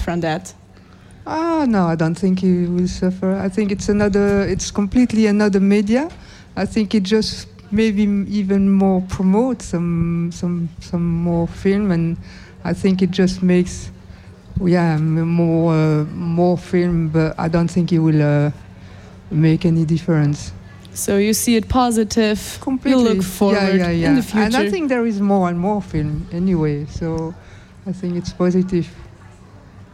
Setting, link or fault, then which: setting, busy venue